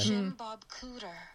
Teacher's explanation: It's a very breathy whisper.